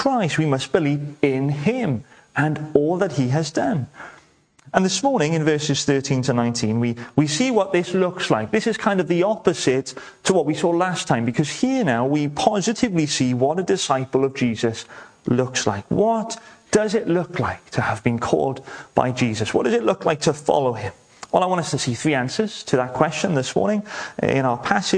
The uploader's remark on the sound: welcome to Bethel Evangelical Church in Gorseinon